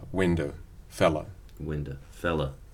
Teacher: So in the case of window, in some accents, we completely unround and move to schwa.